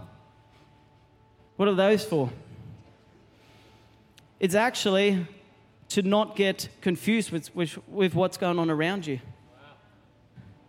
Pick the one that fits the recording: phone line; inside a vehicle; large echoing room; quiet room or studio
large echoing room